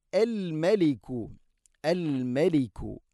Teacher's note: മീമിനെ പിന്നെ നേർപ്പിക്കണം, കനപ്പിച്ചുകൊണ്ട് ഉച്ചരിക്കരുത്.